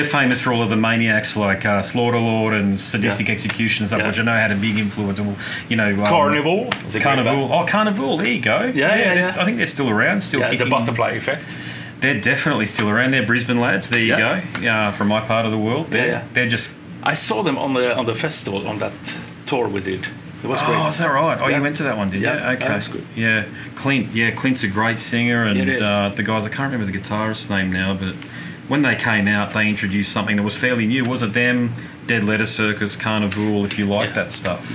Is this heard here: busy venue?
yes